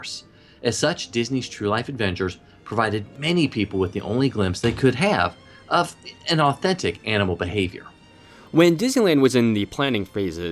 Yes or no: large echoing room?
no